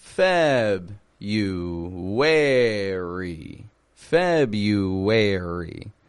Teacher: When we think about the syllable stress, strong in the beginning